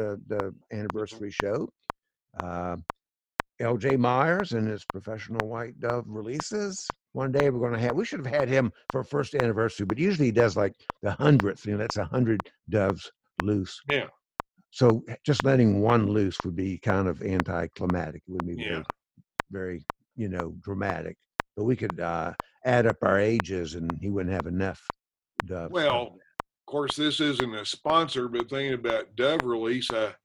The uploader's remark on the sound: Zooming episodes